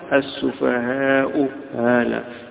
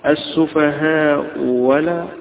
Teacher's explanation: بتسهيل الهمزة الثانية أو بإبدالها واوا